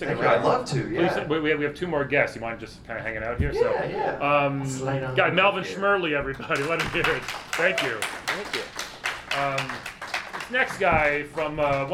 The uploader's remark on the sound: Our live episode we did about a month ago at Galaxy Con in Raleigh, North Carolina. It was super fun to do it in a room full of packed people. The audio is fine!